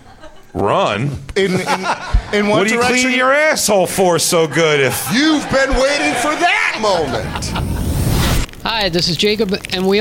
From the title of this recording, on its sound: Live From “Just for Laughs” Montreal